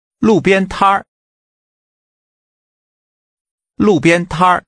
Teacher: Using a falling and two high-level tones, say street stand.